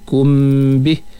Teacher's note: mimmati jumpa dengan ba dengan bacaan ikhfa syafawi